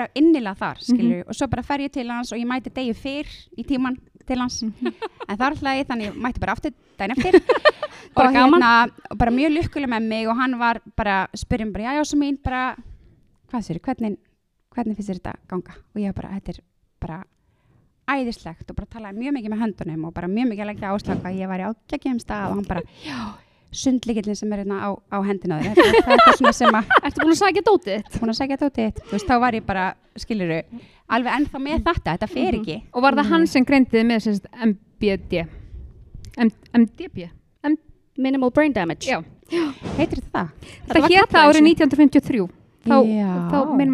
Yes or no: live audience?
yes